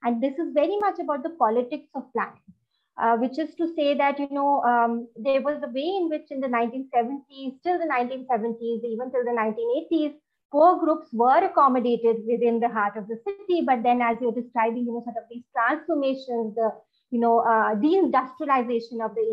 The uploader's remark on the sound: Zoom and Facebook Live